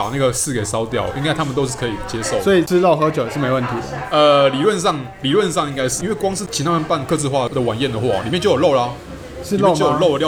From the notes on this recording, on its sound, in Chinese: 本集白噪音指數：微風級 2/5。錄音地點：李亭香。